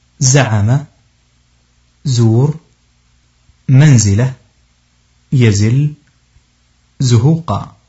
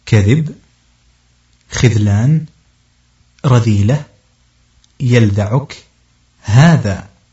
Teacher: مخرج حرف الزاي طرف اللسان، وفويق الثنايا السفلى، ومخرج حرف الذال طرف اللسان مع أطراف الثنايا العليا